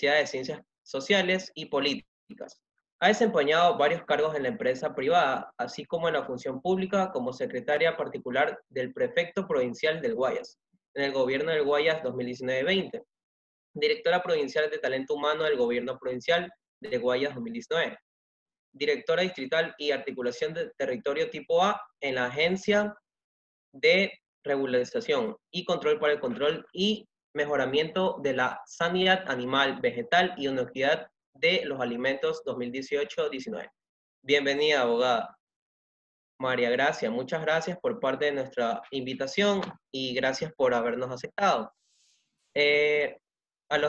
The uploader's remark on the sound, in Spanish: Se realizó a través de la plataforma ZOOM.